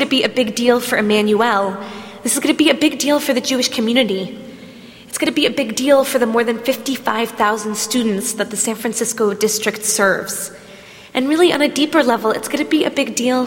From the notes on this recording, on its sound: at Temple Emanu-El in San Francisco, CA.